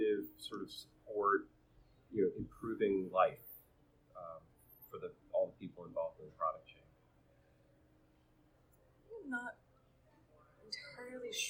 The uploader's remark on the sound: coming from a recording at SRECon Americas in March 2018 at Santa Clara Convention Center Hyatt